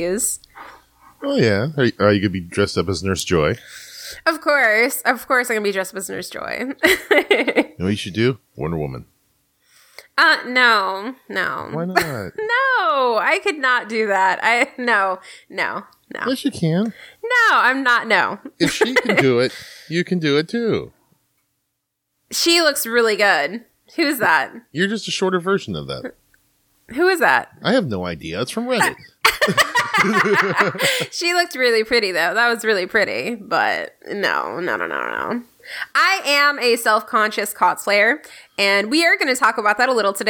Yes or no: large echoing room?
no